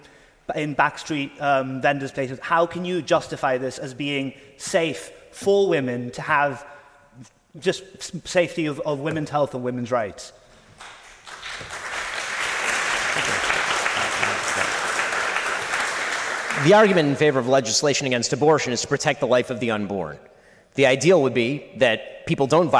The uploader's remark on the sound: Answers questions from the audience at the Oxford Union. This is an edited version of the Debate.